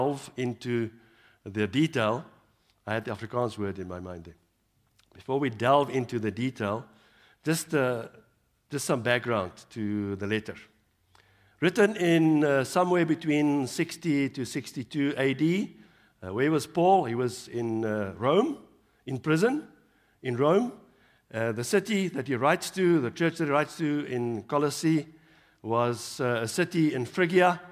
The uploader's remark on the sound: Evening Worship Service